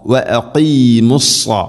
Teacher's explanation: സ്വാദ് ഉച്ചരിക്കുന്ന സമയത്ത് നാവിൻ്റെ മധ്യഭാഗം അണ്ണാക്കിലേക്ക് ഉയർന്നു നിൽക്കണം, ഹെവി ആയിട്ട് ഉച്ചരിക്കണം, സ്വരഭാരത്തിൽ ഉച്ചരിക്കേണ്ട അക്ഷരമാണ് സ്വാദ്.